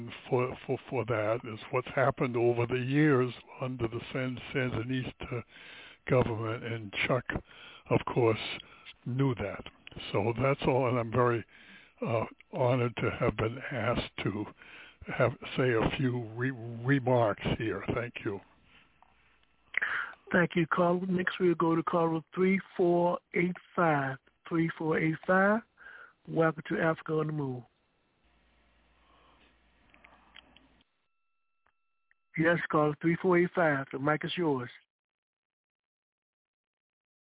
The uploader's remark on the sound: This is a live call in radio program.